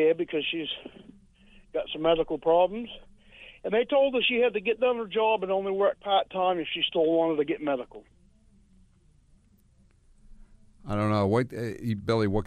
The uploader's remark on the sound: Granite Staters call in to share their sentiments toward the former president and the neocon.